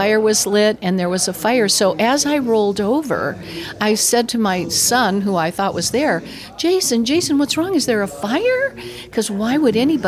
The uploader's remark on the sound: I brought my recording equipment in hopes of interviewing people attending the conference and releasing our discussions as an episode. While I did get to have several people record with me, our time was cut short after the fourth guest.